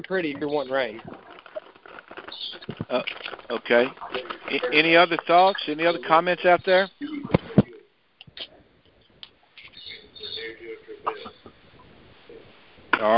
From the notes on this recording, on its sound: Monthly Conference Call